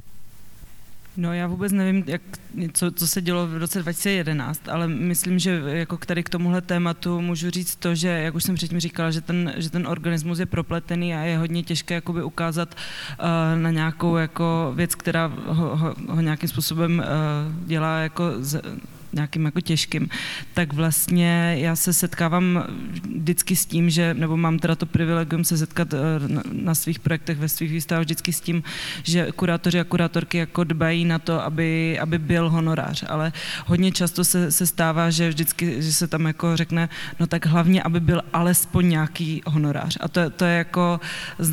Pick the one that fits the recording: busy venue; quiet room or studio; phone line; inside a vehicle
busy venue